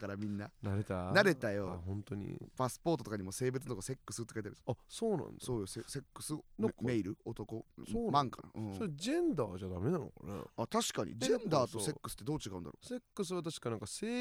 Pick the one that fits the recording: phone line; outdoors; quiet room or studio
quiet room or studio